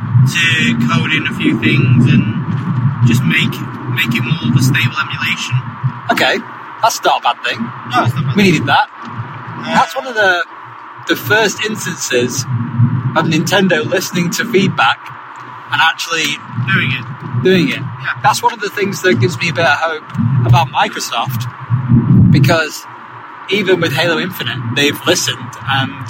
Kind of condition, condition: setting, inside a vehicle